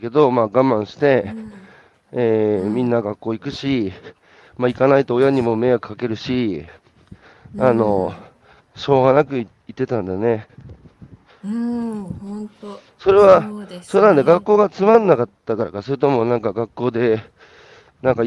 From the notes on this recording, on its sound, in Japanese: 歩きながら1時間、対談する